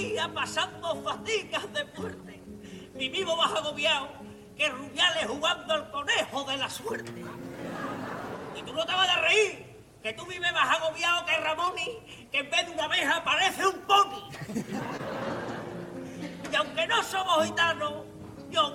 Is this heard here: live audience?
yes